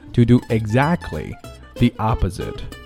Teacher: 中间的特呢可以被省略、啊、这样读得快一些